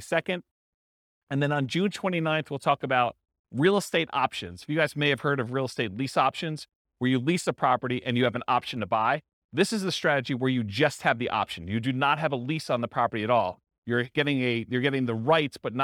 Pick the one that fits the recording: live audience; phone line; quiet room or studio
live audience